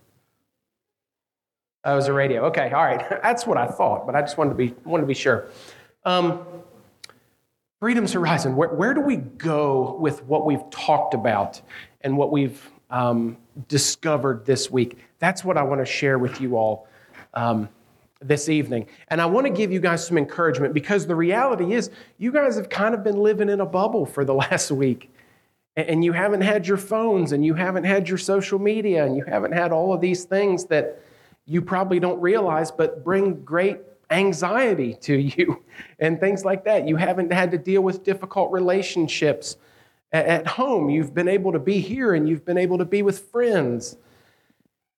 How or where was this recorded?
live audience